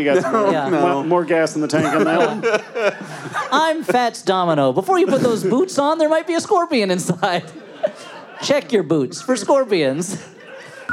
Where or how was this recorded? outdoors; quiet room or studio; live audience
live audience